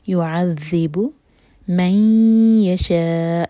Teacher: یہ ذال زبان ہماری اوپر والے دانت کو ٹچ کرے گی اور تھوڑی سی ٹپ باہر ہوگی